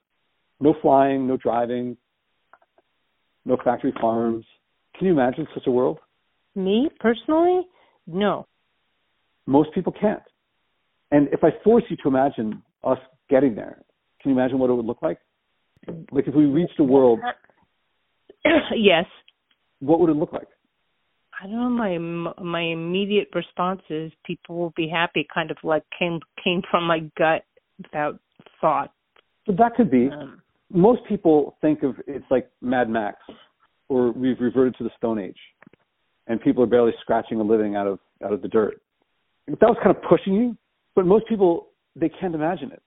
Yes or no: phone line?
yes